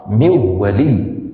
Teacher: أبدل النون الساكنة واو وأدغم الواو في الواو بدون غنة · Term: إدغام بدون غنة